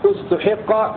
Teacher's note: وقرأ الباقون بضم التاء وكسر الحاء استحق مبنيا للمفعول